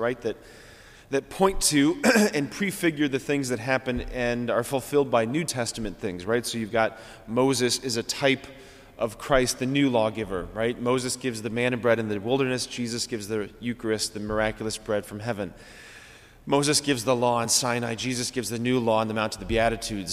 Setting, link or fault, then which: setting, large echoing room